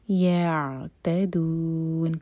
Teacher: یا کو عین سے جوڑیں گے لیکن جھٹکا نہیں ہونے دیں گے. يعتدون، جو ہم این میں نون کو پڑھ رہے ہیں، ان کو ساکن کر رہے ہیں تو این میں نون کی آواز کلیئر آئے.